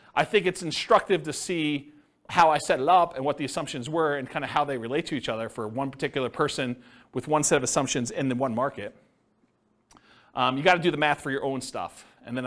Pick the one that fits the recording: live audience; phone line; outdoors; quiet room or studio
live audience